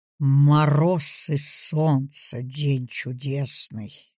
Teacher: Последний слог «ны» падает, точно повторяя звучащий, как точка, через перепад высоты ударный слог «чудесный». · Term: Завершение